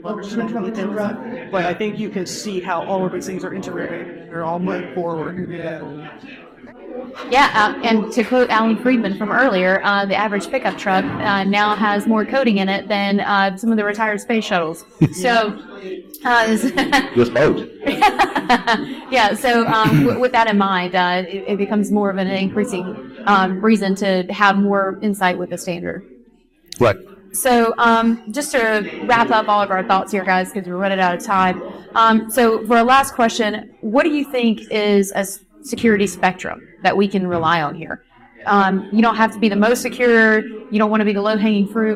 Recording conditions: busy venue